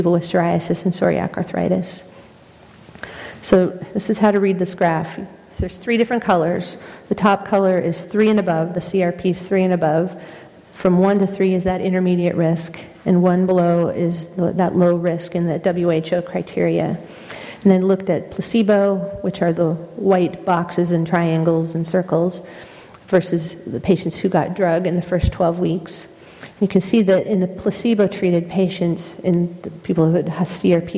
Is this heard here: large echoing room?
yes